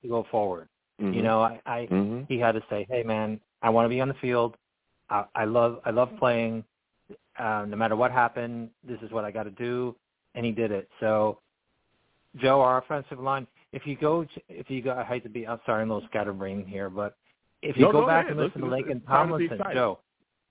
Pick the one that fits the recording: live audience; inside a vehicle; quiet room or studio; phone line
phone line